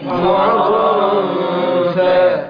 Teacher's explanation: التنوين بيختفي في حضرة الفاء هكذا · Term: الإخفاء